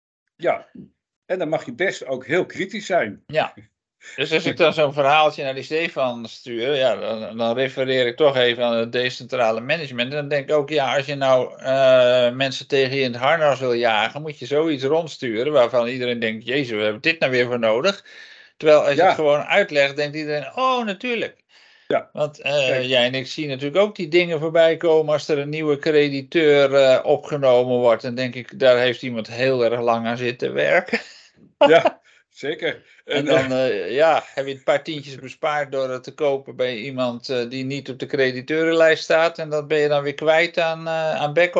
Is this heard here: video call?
yes